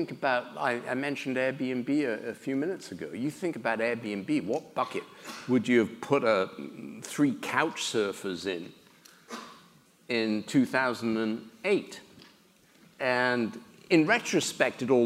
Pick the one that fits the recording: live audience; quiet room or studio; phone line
live audience